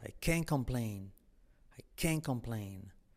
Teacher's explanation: acentuamos toda la palabra pero no pronunciamos la T.